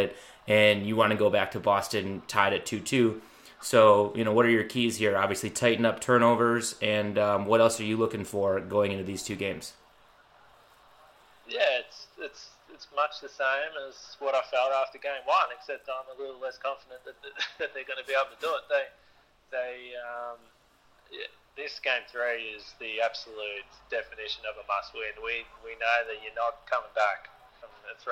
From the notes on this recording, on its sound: Gets on the phone.